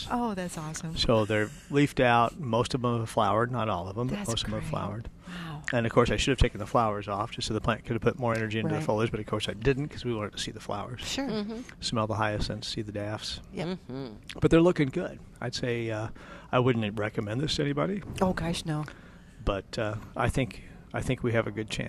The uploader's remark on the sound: live from Prairie Gardens